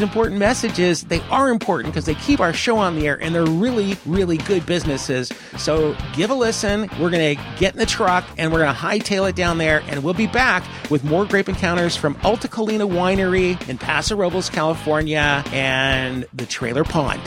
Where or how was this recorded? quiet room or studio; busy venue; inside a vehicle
busy venue